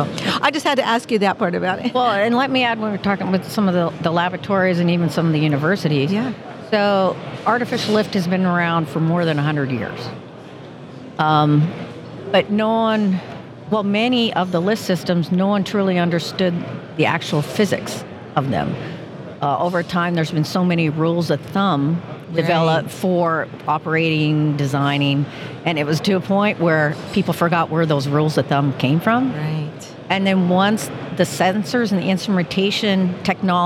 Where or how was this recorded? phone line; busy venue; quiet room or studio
busy venue